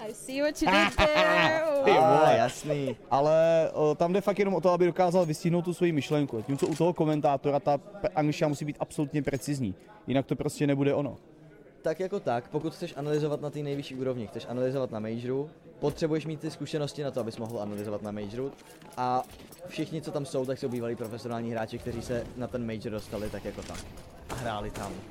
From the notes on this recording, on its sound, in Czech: Na RETAKE festivalu jsme živě rozebrali